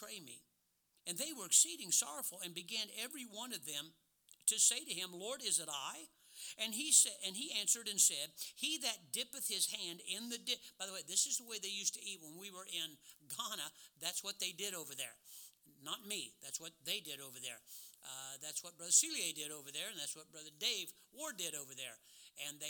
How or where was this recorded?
large echoing room